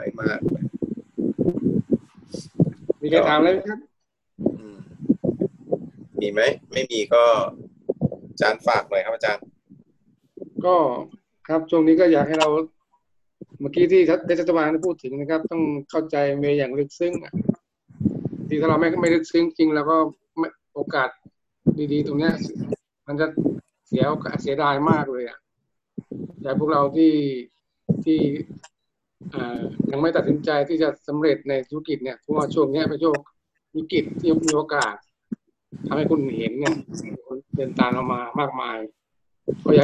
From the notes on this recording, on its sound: ZOOM Meeting